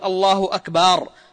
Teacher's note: وهنا في قوله الله أكبر الهمزة مضموم ما قبلها، فيجوز أن تقول الله أكبر. وأما قول بعضهم الله أكبر بمد الباء فهذه ليست لغة بل خطأ محض